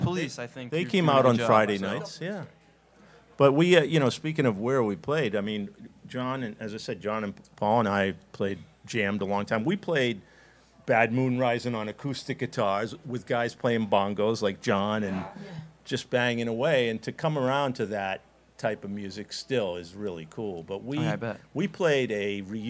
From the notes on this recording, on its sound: the Parlour for hosting this recording at their fine space on North Main Street in Providence